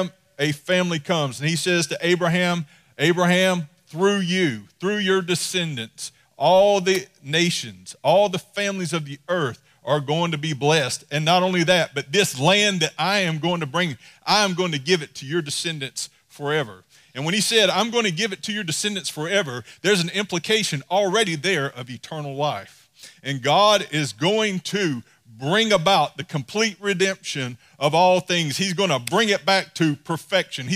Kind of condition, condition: setting, large echoing room